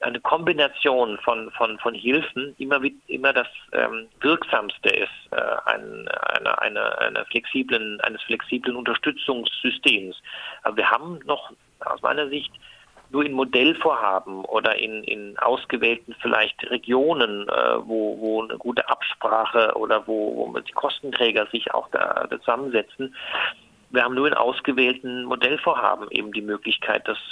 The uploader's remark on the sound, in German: Für die dürftige Tonqualität des Telefonates bitten wir um Verzeihung